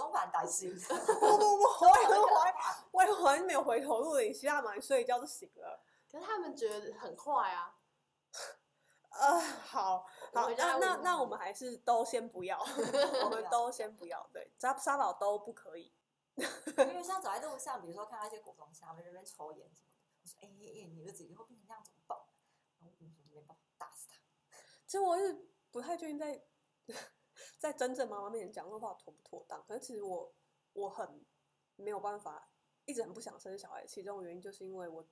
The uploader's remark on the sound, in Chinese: 感謝只要有人社群顧問提供錄音器材及場地。這集收音品質出了點問題。